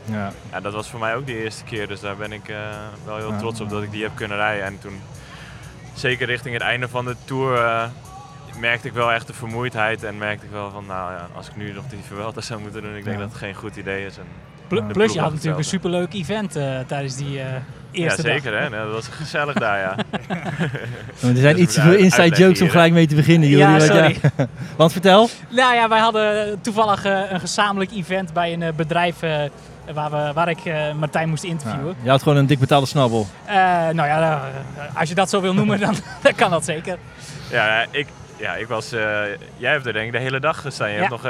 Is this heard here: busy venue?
yes